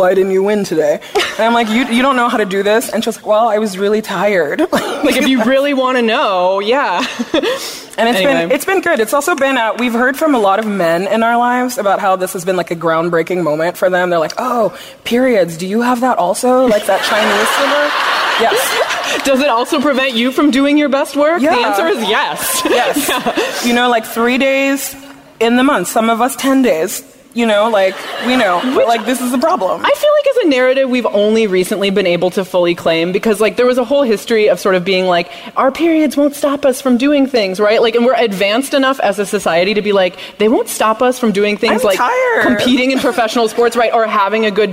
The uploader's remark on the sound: From our live show in Los Angeles.